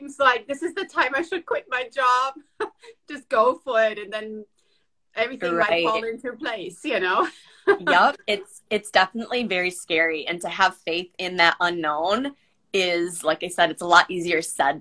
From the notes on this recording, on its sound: I would like to share the recordings from these IG live sessions.